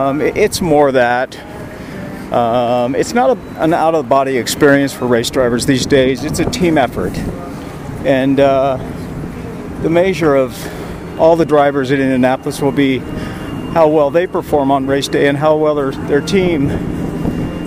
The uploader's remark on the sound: We caught up with him at the 2023 Acura Grand Prix of Long Beach as he was walking back to his hotel after a long day at the track.